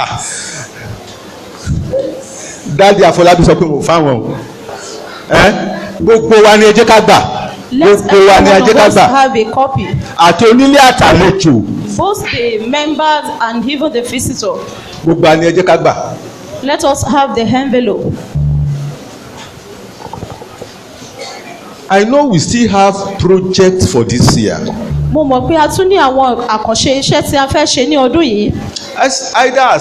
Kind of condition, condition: setting, large echoing room